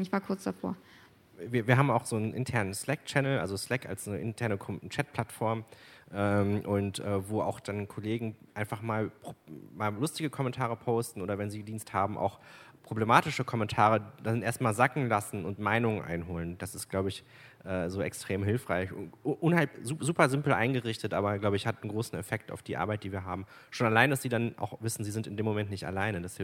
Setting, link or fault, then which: setting, busy venue